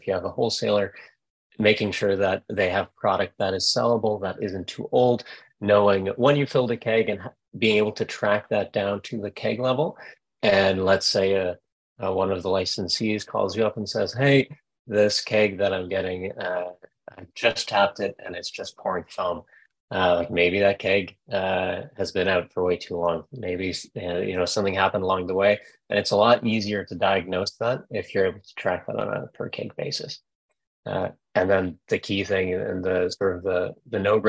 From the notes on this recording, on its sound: You'll hear the audio version of our webinar with ….